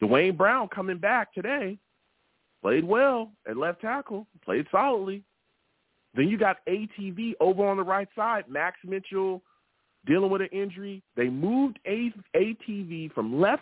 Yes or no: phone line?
yes